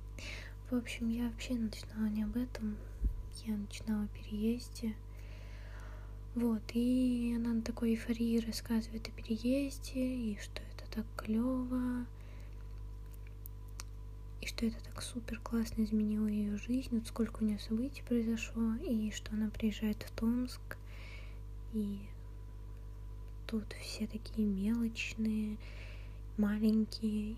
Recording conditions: uneven or low level